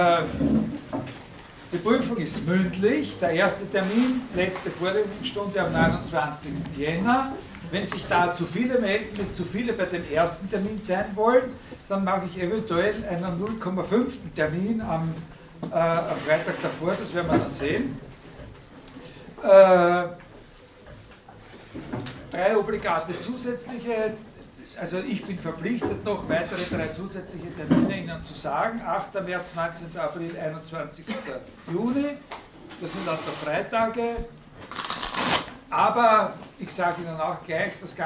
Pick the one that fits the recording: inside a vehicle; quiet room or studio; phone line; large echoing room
large echoing room